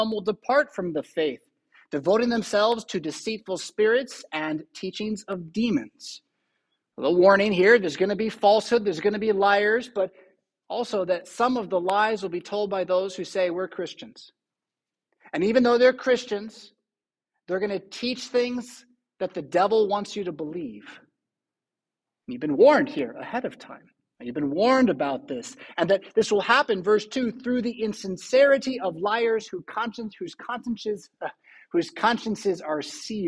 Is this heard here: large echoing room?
yes